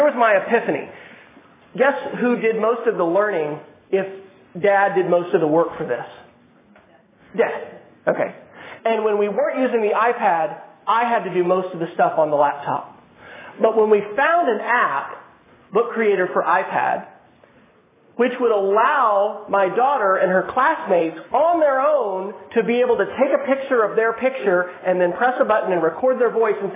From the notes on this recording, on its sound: keynote presentation for students and faculty in the College of Education at the University of Oklahoma